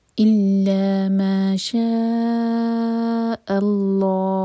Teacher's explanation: ہم لام جلالہ کو چار حرف کا لمبا کھینچیں گے · Term: مد عارض للسکون